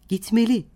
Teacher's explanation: gitmeli dediğimizde vurgu gereklilik ekinin son hecesindedir.